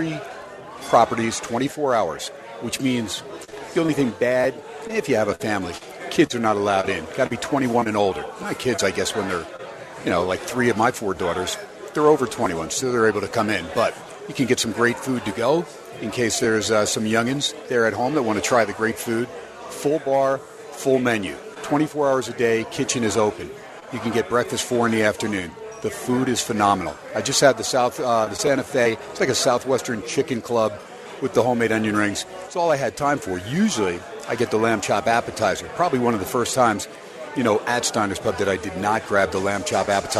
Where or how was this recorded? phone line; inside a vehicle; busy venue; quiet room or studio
busy venue